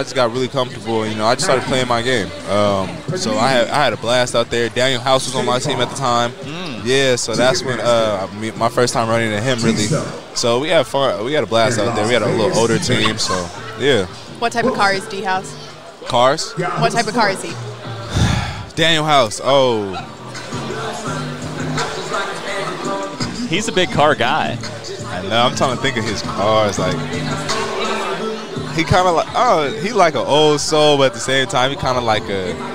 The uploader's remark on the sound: live from NBA 2K24 Summer League 2023 in Las Vegas